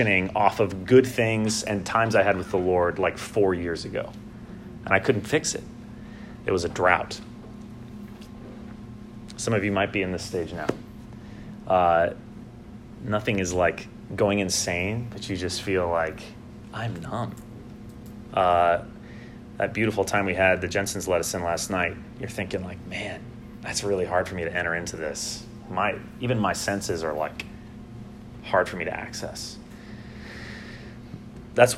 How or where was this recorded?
large echoing room